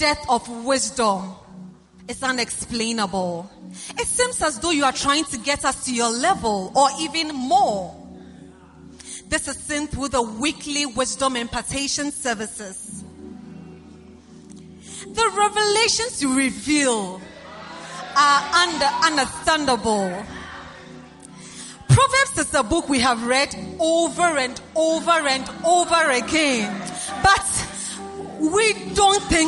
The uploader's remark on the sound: Preached at the First Love Church, Accra.